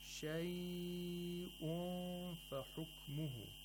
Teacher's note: Because there is a Hamza after the Maddullin, Warsh an Nafi'a lengthens the Maddullin to six vowel counts.